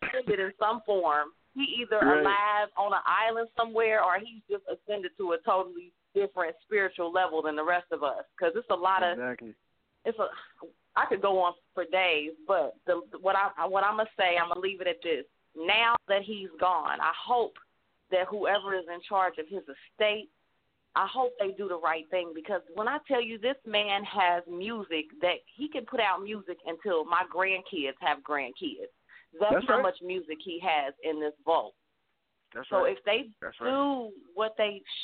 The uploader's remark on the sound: I will have lots of guest call in to talk about him as well. We even have some music industry executives who will call in also.